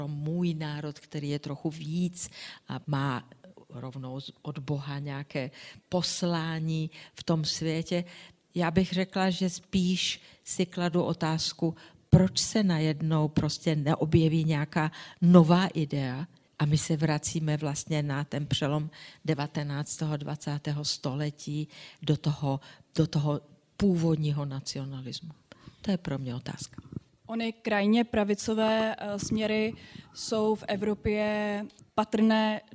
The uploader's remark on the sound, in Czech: natočili živě s publikem v pražském Divadle Na zábradlí